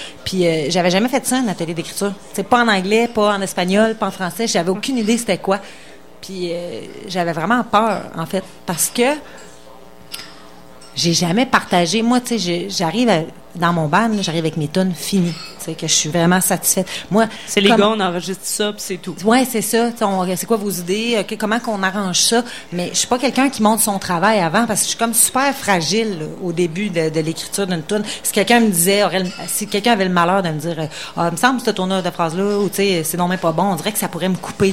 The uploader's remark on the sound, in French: Dans le cadre du Festival d'été de Québec sur les ondes de CKRL 89,1 en direct du bar Le Sacrilège.